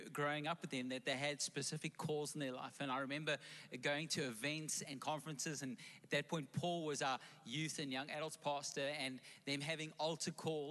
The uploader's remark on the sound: Recorded live on Sunday the 24th October 2021